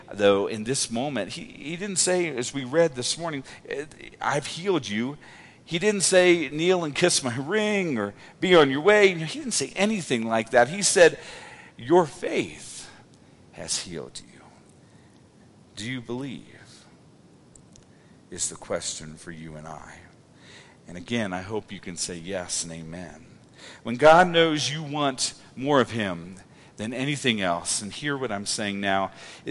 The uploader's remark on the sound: Woodland Life Church Live